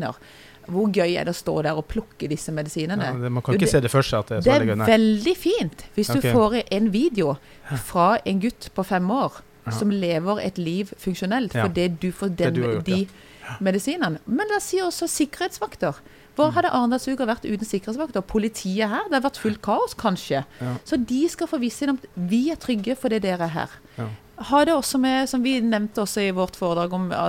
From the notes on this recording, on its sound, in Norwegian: En podcastinnspilling på loftet av Steenhuset i Arendal etter arrangementet. Denne episoden er altså spilt inn under Arendalsuka i august.